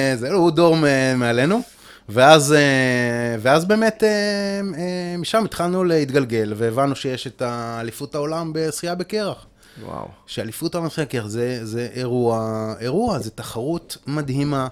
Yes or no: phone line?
no